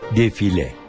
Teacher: Defile değil, defile. İ harfini uzatmıyoruz.